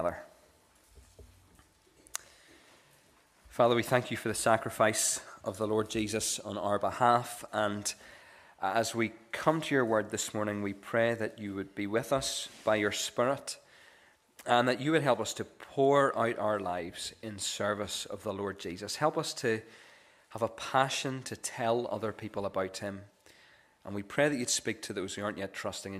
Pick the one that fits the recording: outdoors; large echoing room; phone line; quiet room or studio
large echoing room